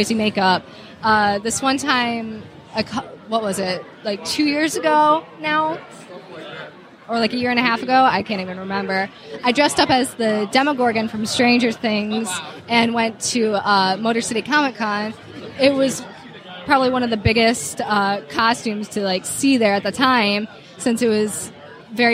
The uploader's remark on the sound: Live at Astronomicon. Live interview on the floor at Astronomicon!